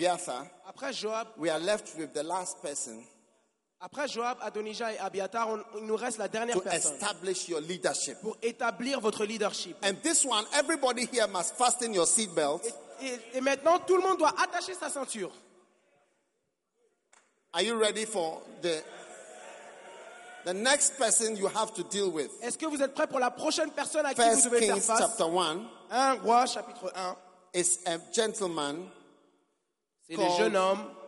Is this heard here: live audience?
yes